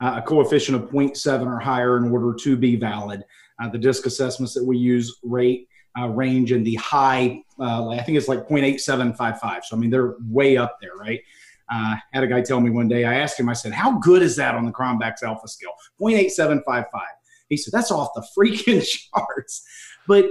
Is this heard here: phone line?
no